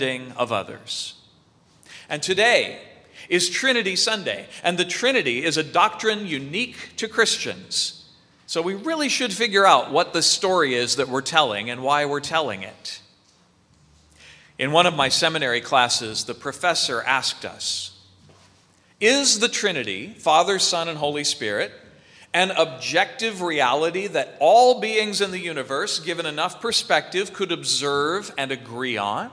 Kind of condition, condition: setting, large echoing room